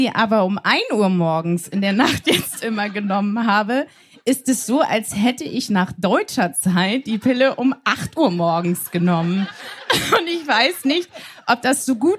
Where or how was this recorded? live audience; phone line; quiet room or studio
live audience